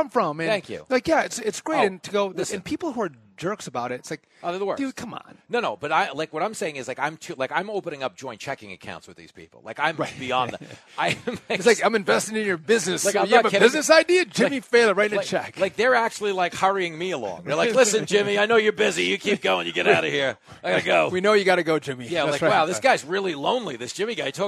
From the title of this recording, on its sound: Live from Nashville to celebrate real American heroes at the 5th annual Fox Nation Patriot Awards